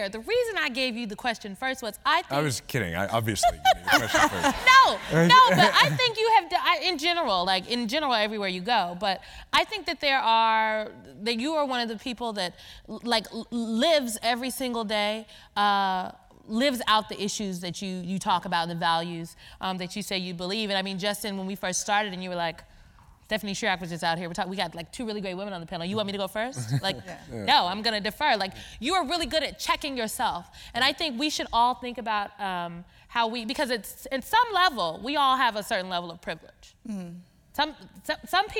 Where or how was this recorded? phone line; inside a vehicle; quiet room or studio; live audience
live audience